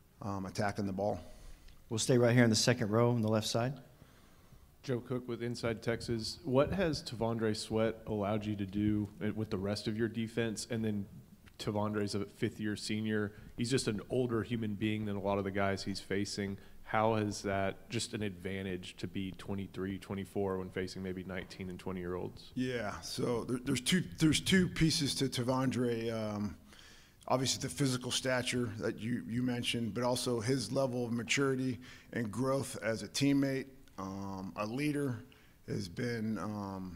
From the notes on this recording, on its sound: Sugar Bowl Press Conference. Takes to the podium.